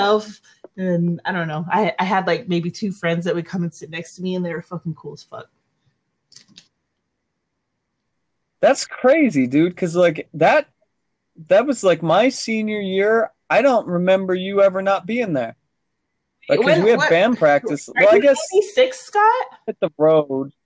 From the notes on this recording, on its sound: This Audio Is Super Fucked Up.